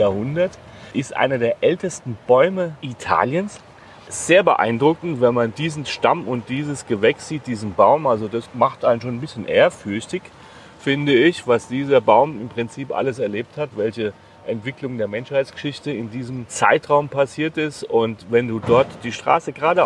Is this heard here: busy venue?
yes